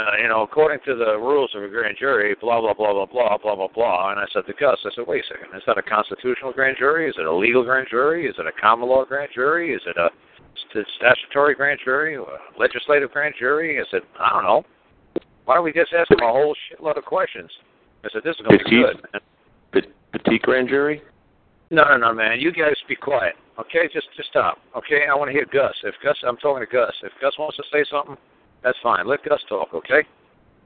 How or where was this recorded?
phone line